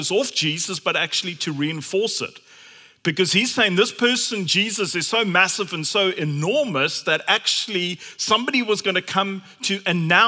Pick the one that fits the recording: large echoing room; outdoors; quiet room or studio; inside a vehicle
large echoing room